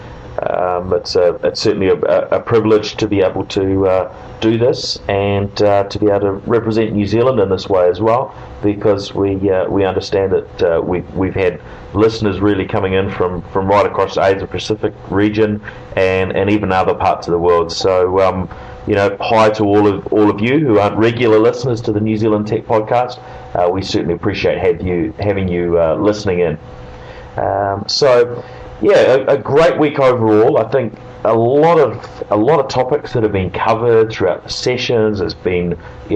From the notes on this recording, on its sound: This special edition of the NZ Tech Podcast reports from Microsoft’s Worldwide Partner Conference (USA).